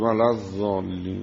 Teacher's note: ذات هم زبون میاد پشت دندونای بزرگ